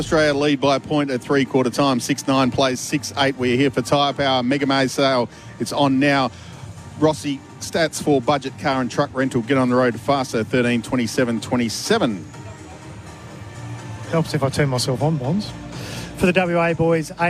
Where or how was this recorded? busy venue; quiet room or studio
busy venue